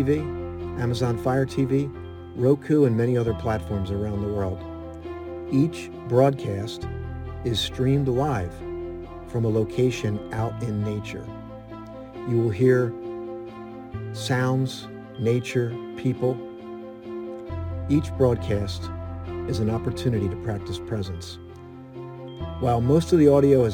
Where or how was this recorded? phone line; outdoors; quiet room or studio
outdoors